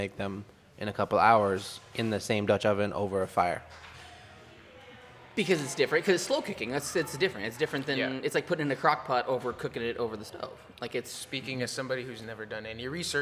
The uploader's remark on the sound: Recorded at Wildman Gastro Pub in Olympia Wa! Enjoy some good audio texture and so much more!